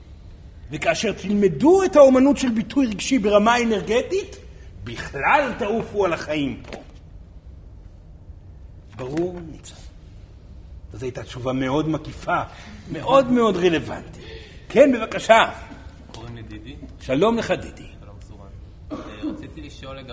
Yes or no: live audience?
yes